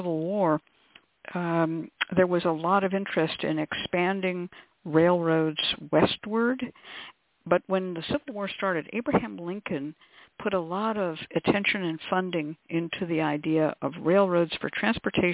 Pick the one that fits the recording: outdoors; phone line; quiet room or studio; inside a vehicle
phone line